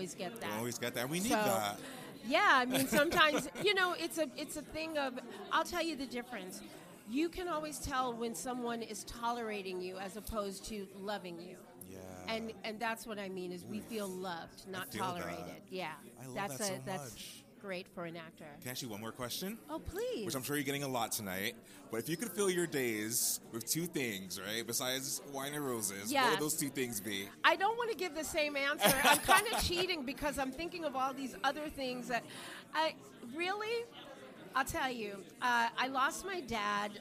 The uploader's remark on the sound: Live from "Days of Wine and Roses" Opening Night Red Carpet. The episode opens with a MIC CHECK.